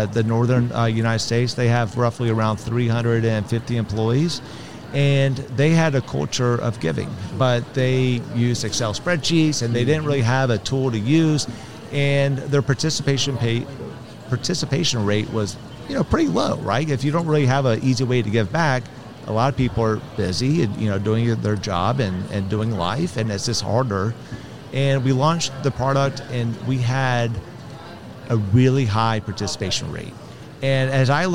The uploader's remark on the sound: Live from SHRM 2022